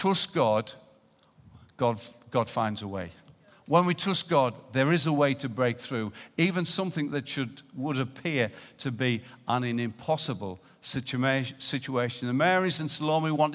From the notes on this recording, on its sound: Recorded live at Life Church Lancashire on Sunday 4th November 2018.